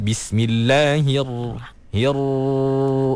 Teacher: Ra tu jangan bergetar banyak sangat. Dia tak boleh bismillahirrahmanirrahim.